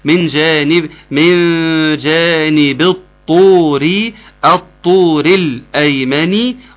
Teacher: تشديد الطاء، ليه الطاء تشددت؟ لأن الإدغام الشمسي